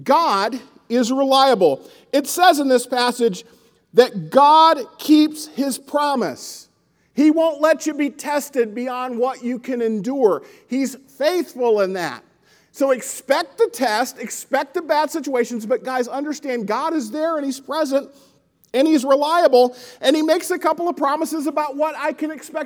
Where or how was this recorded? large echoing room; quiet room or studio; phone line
large echoing room